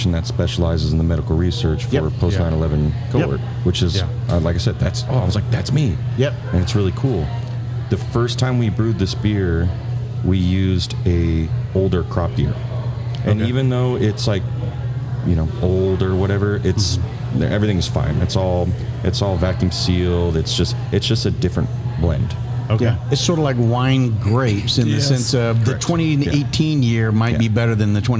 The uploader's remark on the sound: Taped at Line Creek Brewing Co., Fayetteville, GA